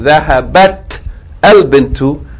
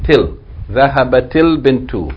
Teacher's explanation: Now you have a Kasra here, so you can put this T-I and connect it to the Lam with sukoon · Shown in: second take